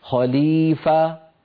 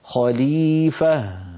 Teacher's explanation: لابد من بيان الهاء الساكنة لأنها ضعيفة ومتطرفة · Shown in: second take · فلا يقول الواحد خليفة فيسمع السامع فاء مفتوحة ليس بعدها شيء